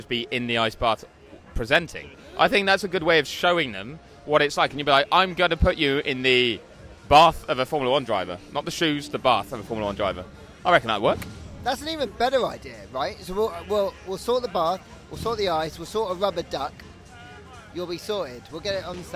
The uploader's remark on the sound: Loud noises from an Austin bar.